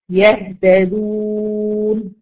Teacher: يهتدون واو مادية. لاحظ ان انا مش بقول يهتدون ما بنطقش واو، لكن بمد بيها الدال اللي قبلها في كلمة يهتدون